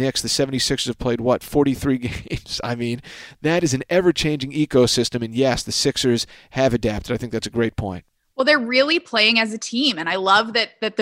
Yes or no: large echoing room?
no